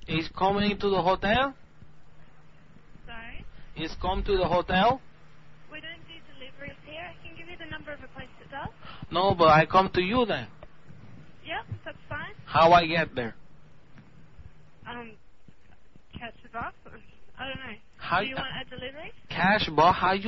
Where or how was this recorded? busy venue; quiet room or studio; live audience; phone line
phone line